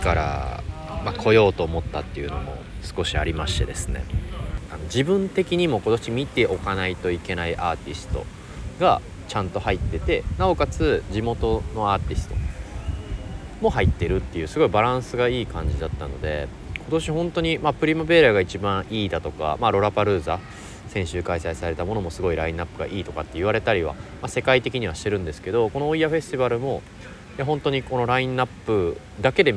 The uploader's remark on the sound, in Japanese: ノルウェーの首都オスローで8/9〜8/12の4日間にかけて行われたØyafestivalen（オイヤ・フェスティバル）での現地レポートをお届け。会場のステージを歩きながら紹介。